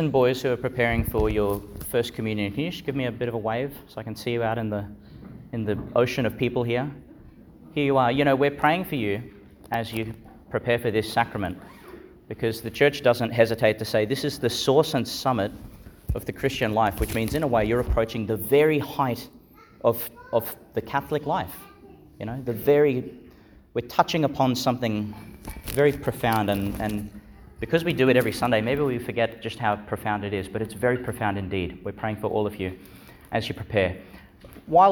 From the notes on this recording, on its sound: Homily for the Seventeenth Sunday in Ordinary Time, delivered in Our Lady Star of the Sea Church, Gladstone, Qld.